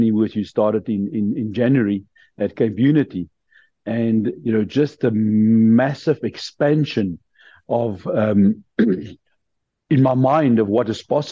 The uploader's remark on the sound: The Transformation Table Zoom Meeting 31 August 2023